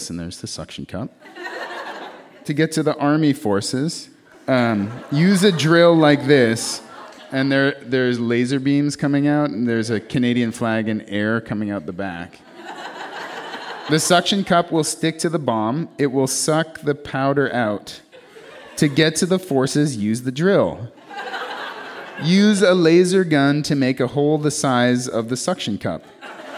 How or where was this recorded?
live audience